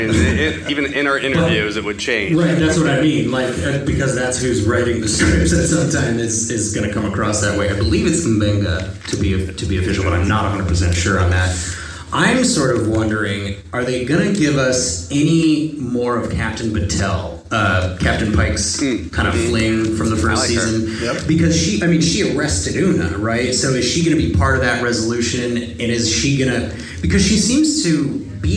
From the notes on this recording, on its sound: FanExPo Panel. As we meet for the first time live to host a panel at FanExPo 2023.